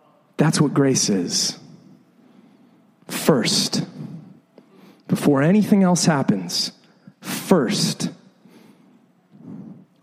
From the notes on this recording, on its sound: This is the second in a series of sermons we recorded a few years ago. Preached several years ago at LIFE Church in Bexley, Ohio.